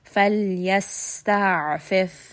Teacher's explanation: So lam is going to have tawassut, rest on that. Sin is going to have safid, it's going to have a little bit of a whistling sound, so rest on that.